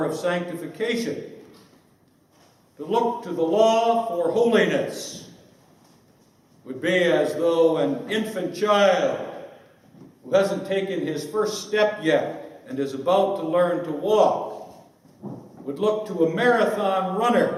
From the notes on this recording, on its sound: This speech was given at the 2014 British Reformed Fellowship Conference, hosted in Scotland.